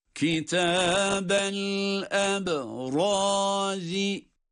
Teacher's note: Önce ra kalın, sonra zi ince.